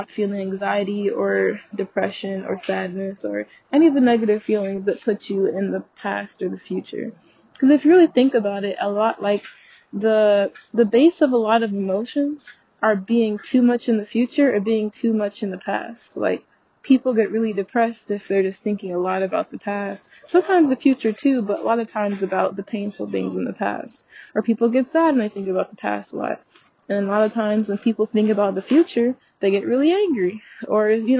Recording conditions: poor microphone